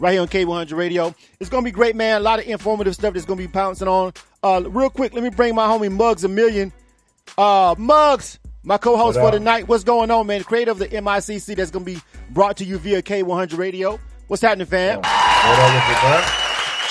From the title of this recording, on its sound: The Music Industry Conference Call